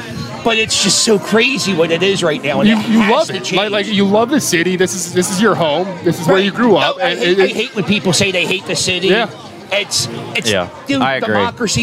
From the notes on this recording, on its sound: broadcast LIVE from Citizens Bank Park from the Phillies Block Party